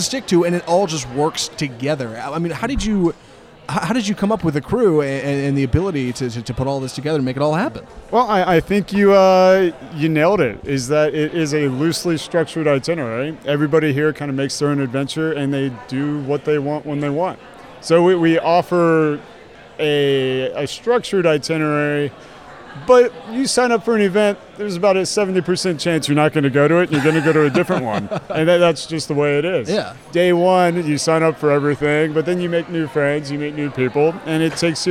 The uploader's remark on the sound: go live from Camp Our Way in Trinity, Texas